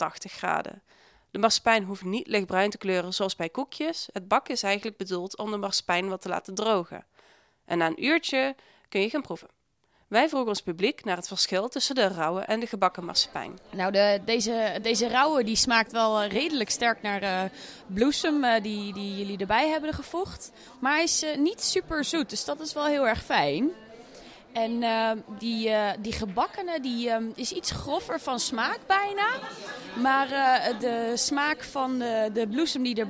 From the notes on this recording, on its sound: live vanaf het Foodie Festival in Amsterdam!